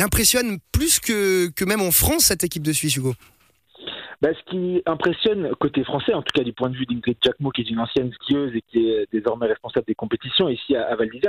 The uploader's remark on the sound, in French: Notre envoyé spécial dans les Alpes françaises. Était avec nous, par téléphone.